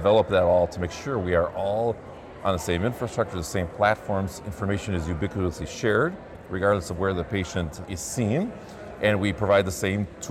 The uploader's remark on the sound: Live from CHIME’s Fall Forum.